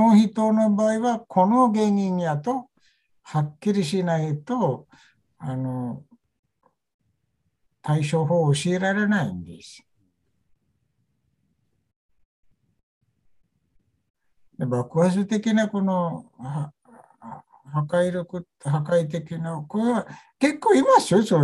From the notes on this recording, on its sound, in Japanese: ZOOMでインタビューしました。